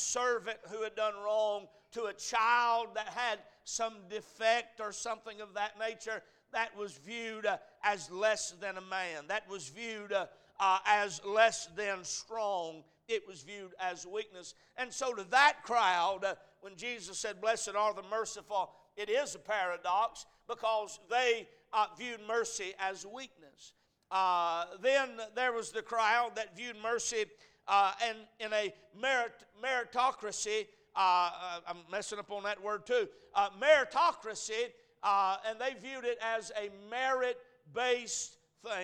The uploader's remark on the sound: A message preached at Crossroads Baptist Church